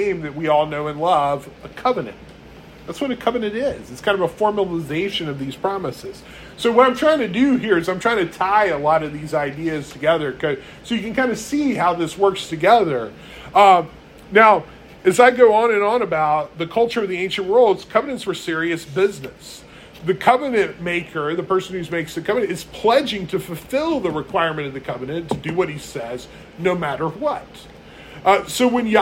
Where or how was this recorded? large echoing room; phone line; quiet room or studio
large echoing room